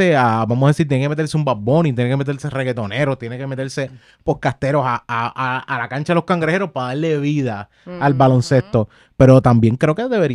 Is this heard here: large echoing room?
no